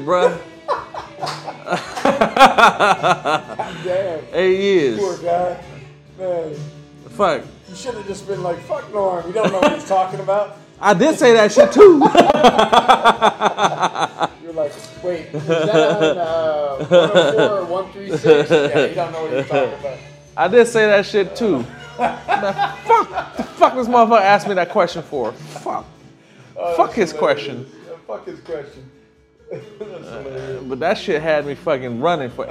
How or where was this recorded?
busy venue